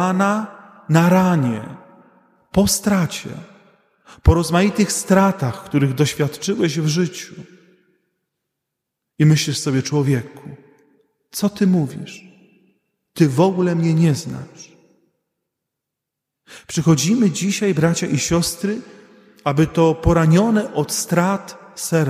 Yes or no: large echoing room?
yes